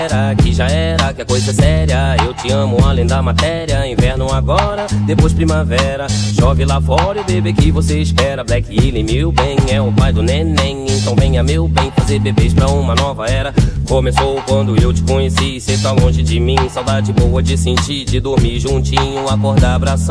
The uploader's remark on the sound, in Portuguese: Live Set. Tudo ao vivo no sambachaça que rolou alí no Santo Cristo.